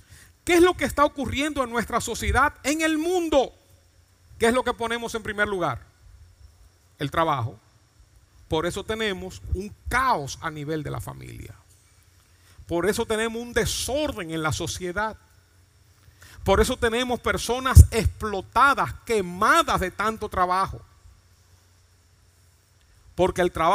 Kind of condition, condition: setting, large echoing room